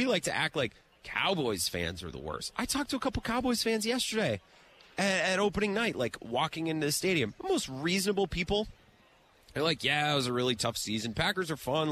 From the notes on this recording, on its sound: live at Radio Row